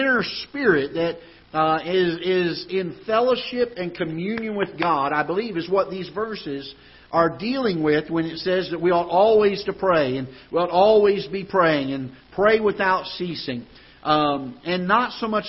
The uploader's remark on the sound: Ketha Heights Baptist Church ~ Live Broadcast